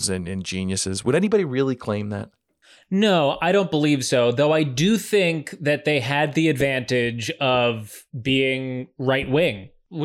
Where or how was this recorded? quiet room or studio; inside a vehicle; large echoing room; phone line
quiet room or studio